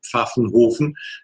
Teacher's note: im Rheinland gibt's fast kein PF